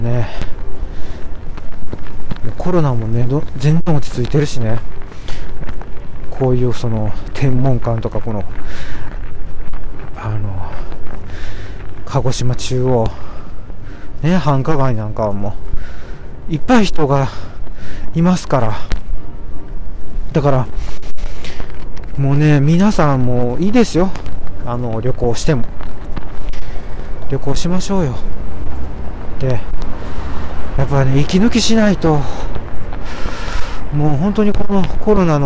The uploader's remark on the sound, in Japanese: 天文館という歌舞伎町のような夜の街を歩きながらお届けします。